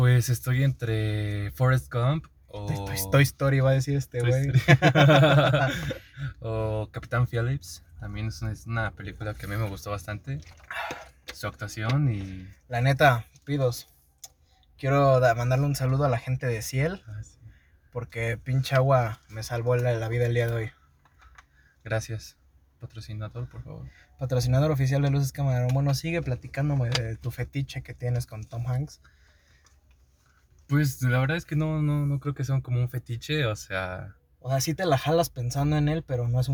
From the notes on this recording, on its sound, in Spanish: Una disculpa por la calidad del audio pero como lo explicamos en el episodio, estábamos encerrados dentro de un carro en el estacionamiento de una plaza